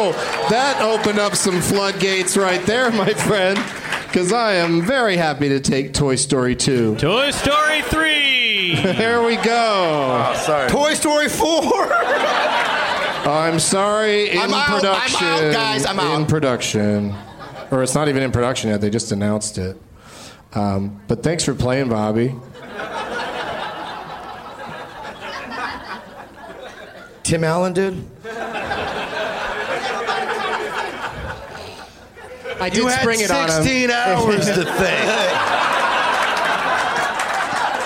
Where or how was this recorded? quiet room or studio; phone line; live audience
live audience